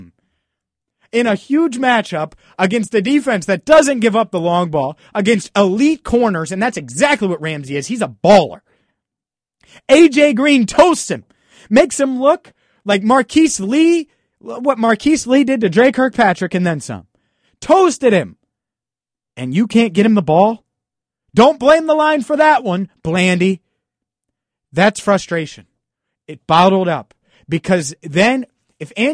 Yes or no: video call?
no